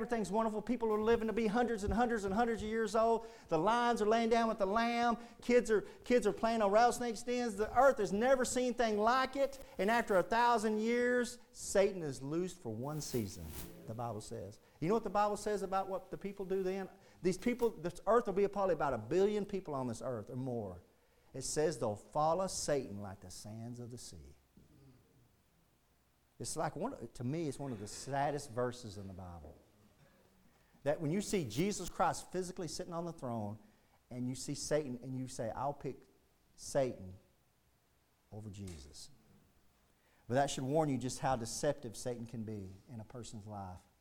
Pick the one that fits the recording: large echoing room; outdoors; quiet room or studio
large echoing room